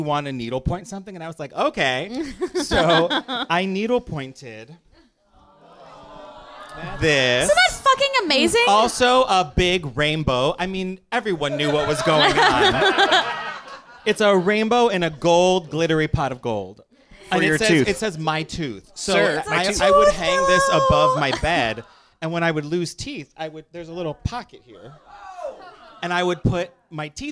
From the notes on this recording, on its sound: Recorded live on February 22, 2018 at the Meltdown Showroom, Los Angeles, CA